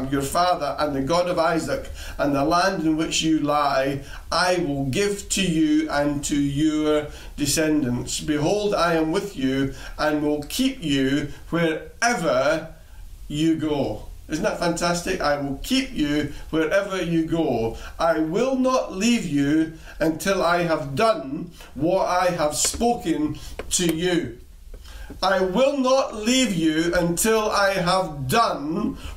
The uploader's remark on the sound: Recorded at freedomcentre church, Preston